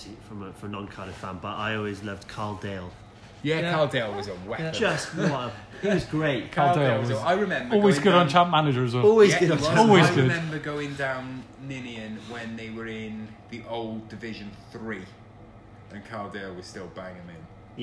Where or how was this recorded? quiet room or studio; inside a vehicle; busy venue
busy venue